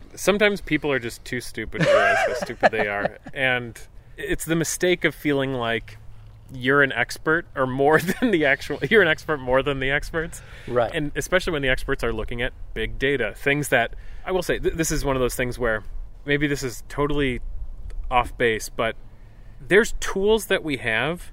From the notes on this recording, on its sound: This episode was recorded on May 16, 2023 at the Hampton Brook Woods Wildlife Management Area in Hamburg, NY.